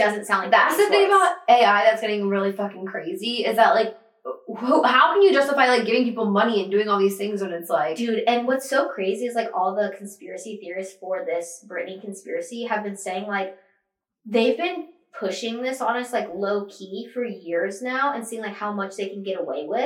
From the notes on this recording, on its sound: Sorry about the audio, next week will be crispy we promise.